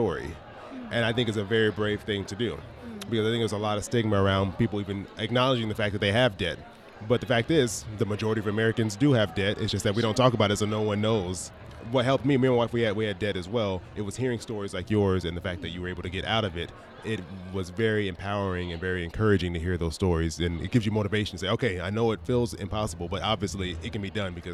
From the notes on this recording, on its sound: today's episode live from FinCon in Dallas, TX.